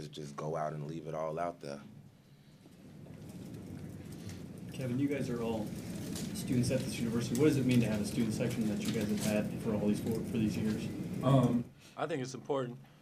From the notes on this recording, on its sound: Press Conferences & Post-Game Interviews. Talk to reporters following the Jayhawks' 79-42 victory over Texas Tech.